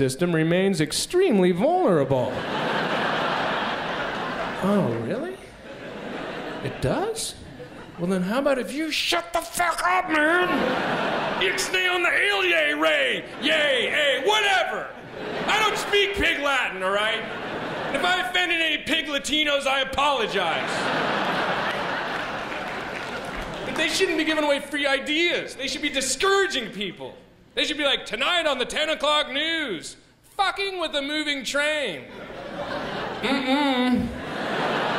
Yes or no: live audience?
yes